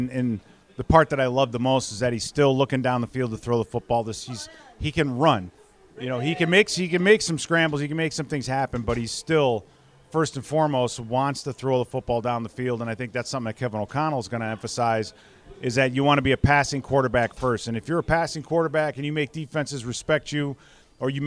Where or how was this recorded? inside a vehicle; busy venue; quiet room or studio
busy venue